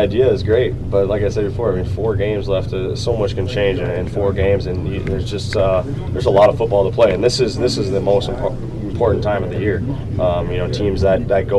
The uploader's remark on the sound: Speak From Winter Park. The audio from yesterday's victorious locker room at Winter Park.